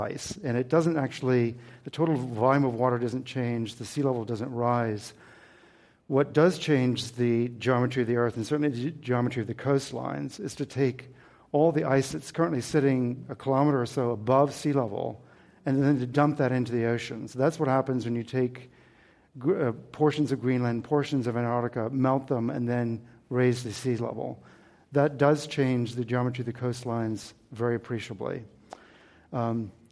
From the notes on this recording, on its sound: This program was recorded in front of a live audience at the Commonwealth Club of California on September 22, 2015.